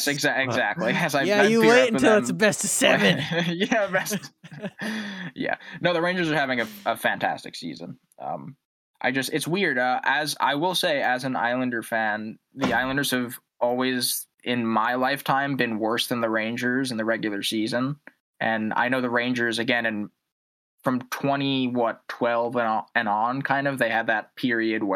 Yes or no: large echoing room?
no